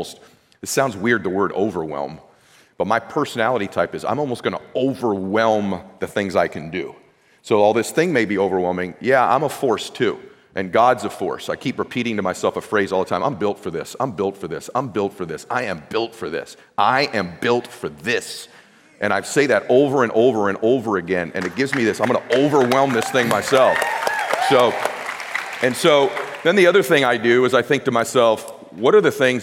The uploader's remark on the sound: This conversation, recorded live in front of an audience at a recent GROWTH DAY event.